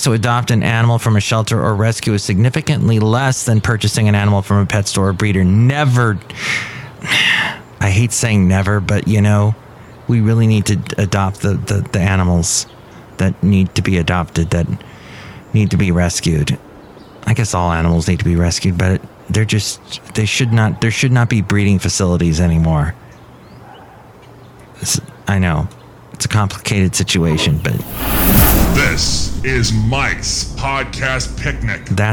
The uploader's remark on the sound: podcasts live from Café Anyway